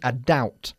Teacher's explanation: la B en la palabra doubt, duda, es muda